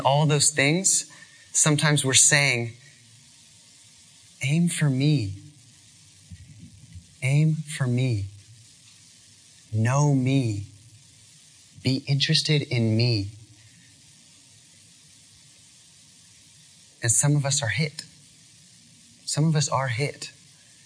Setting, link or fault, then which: setting, live audience